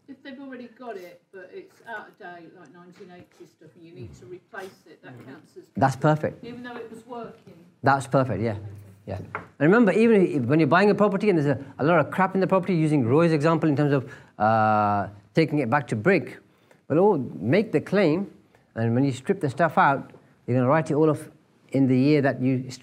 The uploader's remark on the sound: Live from one of his spellbinding events